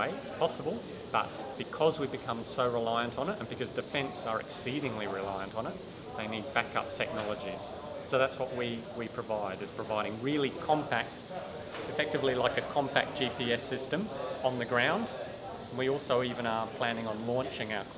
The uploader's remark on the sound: The episode was recorded at Land Forces 2022